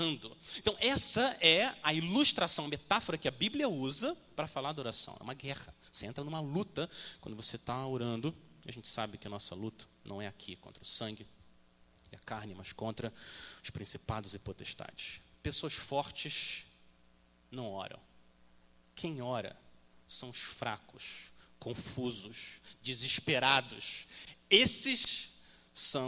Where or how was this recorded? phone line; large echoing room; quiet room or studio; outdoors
large echoing room